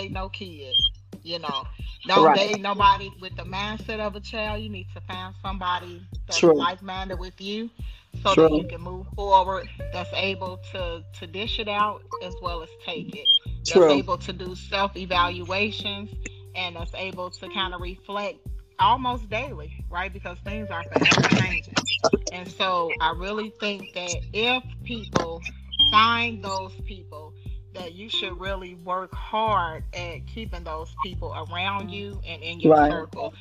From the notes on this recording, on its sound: Anchor needs to get it together. Anchor, dropped us like nine times throughout the podcast recording please bear with us, we kept on plugging along with all the different interruptions and everything else.